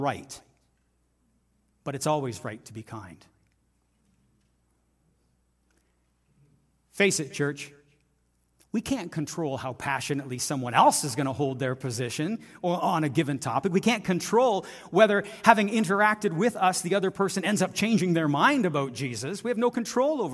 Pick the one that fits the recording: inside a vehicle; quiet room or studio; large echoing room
large echoing room